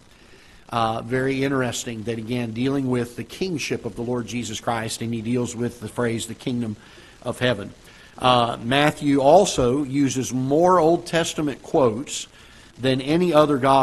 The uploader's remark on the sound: Ketha Heights Baptist Church ~ Live Broadcast